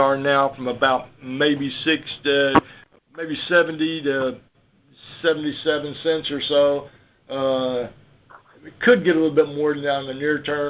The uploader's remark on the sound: Ag Market Network's Monthly Conference Call On Cotton.